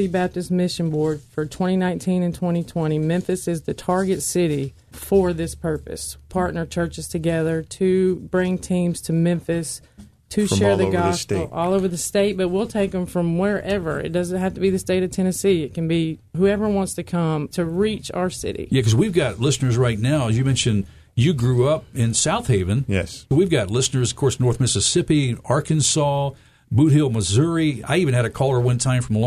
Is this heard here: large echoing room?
no